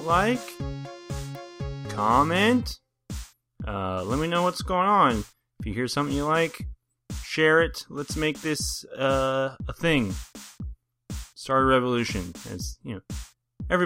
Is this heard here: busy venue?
no